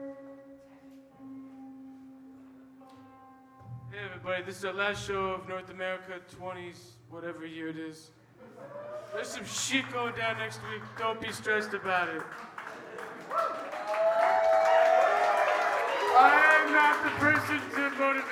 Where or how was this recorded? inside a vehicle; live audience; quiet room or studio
live audience